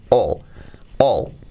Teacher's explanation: La A es una O y la L muy sutil